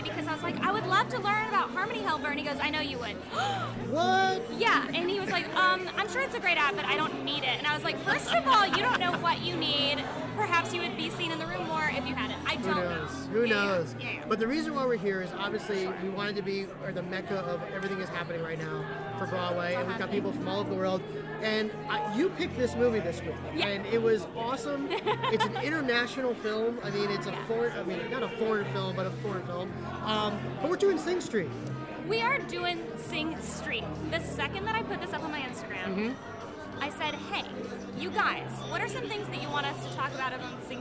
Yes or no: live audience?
yes